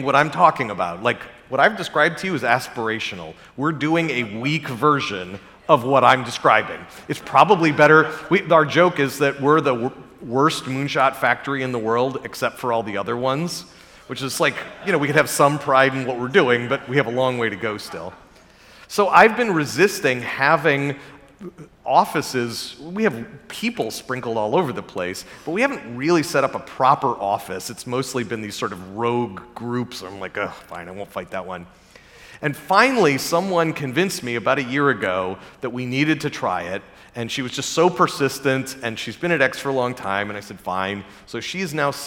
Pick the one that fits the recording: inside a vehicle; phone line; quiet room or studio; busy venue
busy venue